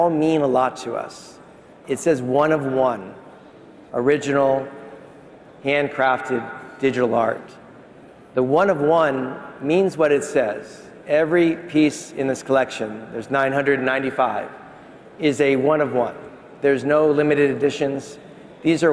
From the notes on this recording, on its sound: A Consensus 2023 panel